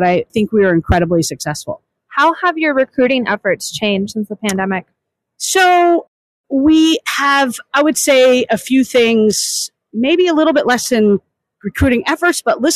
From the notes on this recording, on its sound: This special episode was recorded live at the WE22 career fair floor in the Diverse Podcast Booth powered by Cummins.